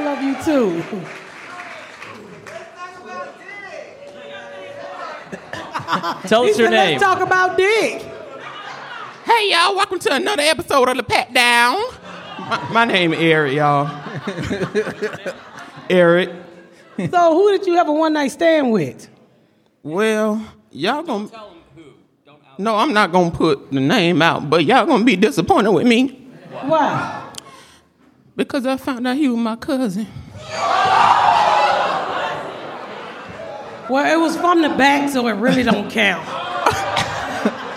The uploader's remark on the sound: Live from The Second Annual Crack Baby Party.